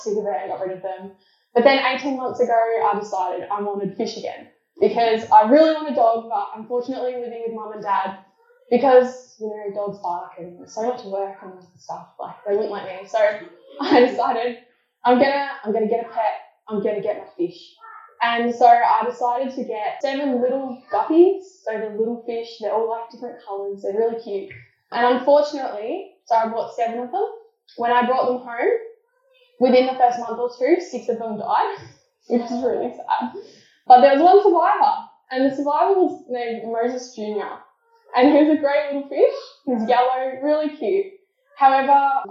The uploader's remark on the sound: Apologies for the poor audio quality.